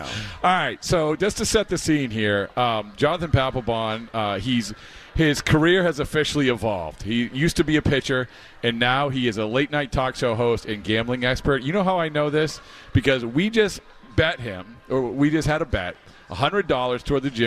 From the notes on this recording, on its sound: On the WEEI airwaves live from the Mass Mutual Center at the 2024 Red Sox Winter Weekend.